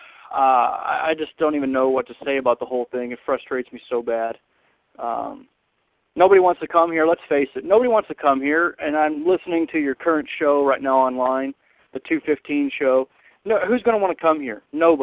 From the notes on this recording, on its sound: Raider Nation “Boneline” Call-in Segment